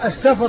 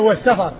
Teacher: السفر بإسكان الفاء والسفر بفتحها